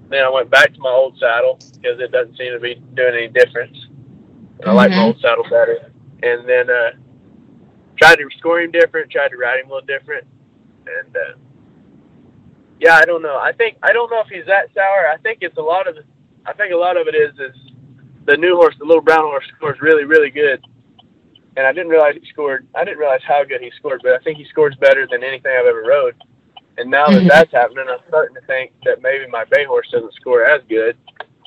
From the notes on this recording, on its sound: this off the cuff phone call came together as an interview for this podcast